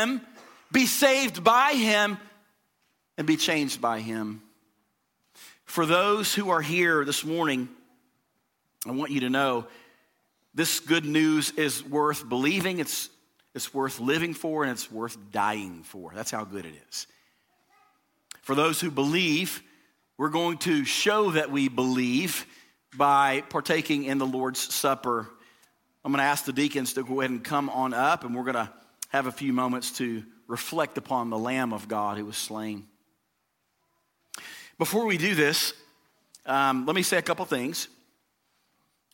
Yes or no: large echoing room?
yes